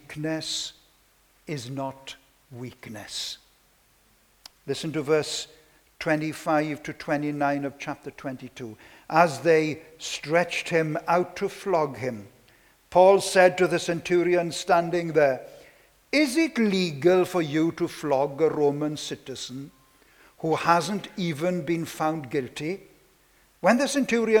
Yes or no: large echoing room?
yes